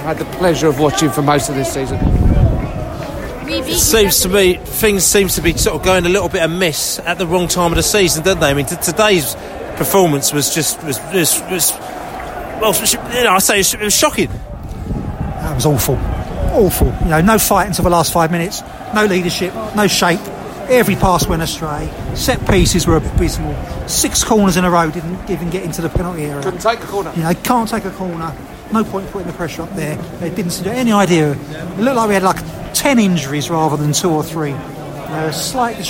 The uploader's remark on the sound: post-match podcast in the snow